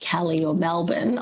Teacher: in a word like Cali or Melbourne, I would definitely say an A sound, even though it's spelt with an E